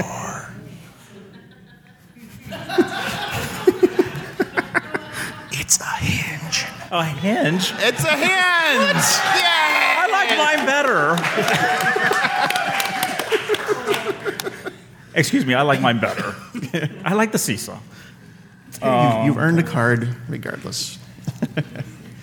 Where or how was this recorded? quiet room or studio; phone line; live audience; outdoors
live audience